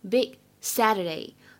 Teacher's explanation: 我们的这个“big”读的时候呢，也是一个不完全失去爆破